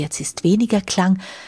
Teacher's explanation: Wenn Sie einmal mit verhauchter Luft sprechen, dann merken Sie, jetzt ist weniger Klang.